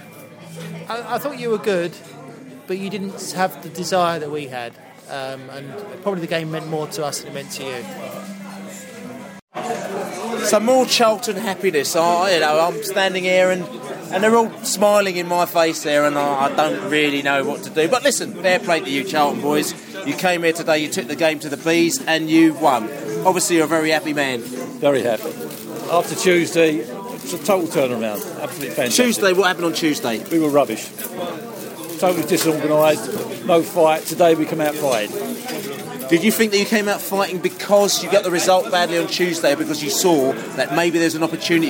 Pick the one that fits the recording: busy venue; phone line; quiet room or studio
busy venue